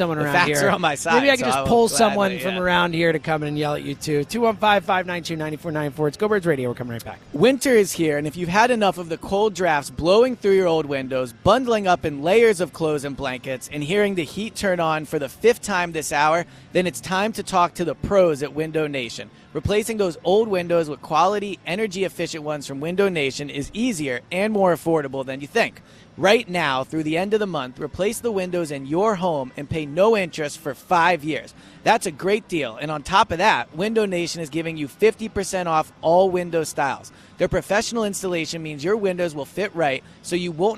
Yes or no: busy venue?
yes